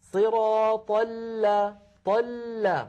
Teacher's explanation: اللام الأولى ساكنة فهي بحاجة إلى جريان ضئيل في الصوت